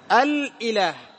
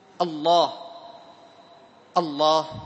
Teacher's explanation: فالتقت اللام مع اللام، فأدغمت اللام الأولى في اللام الثانية · Shown in: second take · فصارت إيش؟ الله، الله.